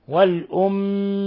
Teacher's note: ميم مشددة تغن مقدار حركتين، لاحظوا إطباق الشفتين ولاحظوا الغنة من الخشوم، والأميين أأسلمتم ميم ساكنة بعد حرف التاء، الحكم التجويدي إظهار